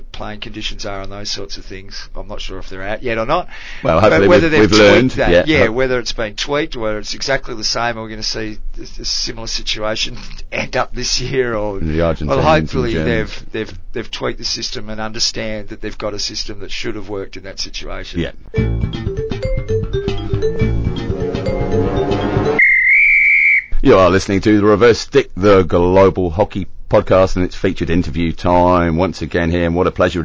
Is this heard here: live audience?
no